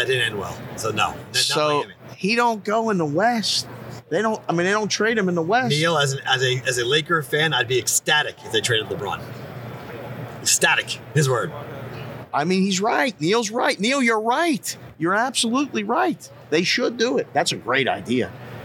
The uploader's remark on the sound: Live on RADIO ROW for the Super Bowl in LA. The show from Los Angeles!